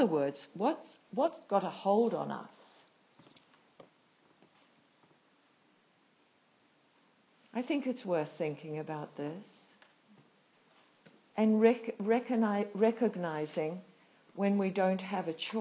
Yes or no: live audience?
yes